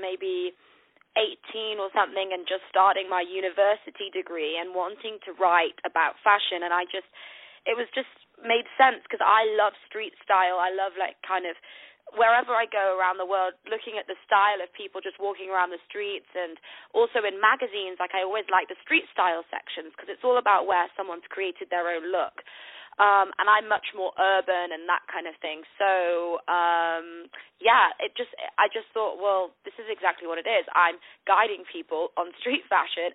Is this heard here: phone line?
yes